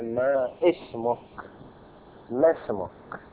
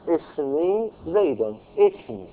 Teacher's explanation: هذه الهمزة التي تختفي في وصل الكلام وعند ابتداء الكلام بها تظهر، هذه نسميها همزة وصل.